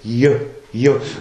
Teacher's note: Und das J ist so an der Grenze. Da geht es schon in was Konsonantisches über. Es ist also kein rein vokalisches Erleben.